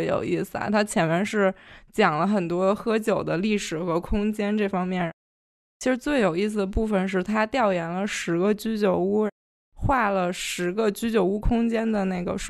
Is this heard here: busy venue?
no